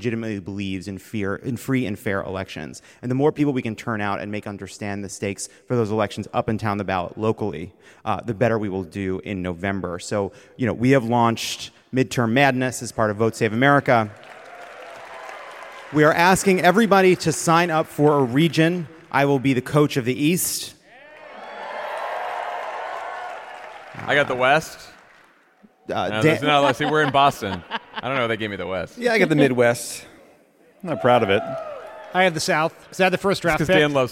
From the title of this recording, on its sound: Live from Boston